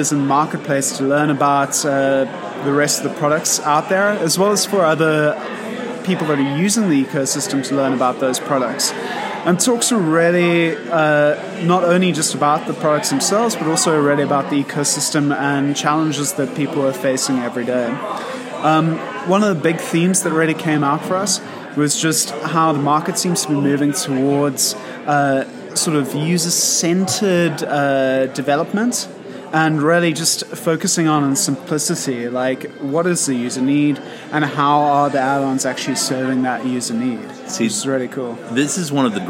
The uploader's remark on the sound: Coming at you live from San Jose and Atlassian Summit 2017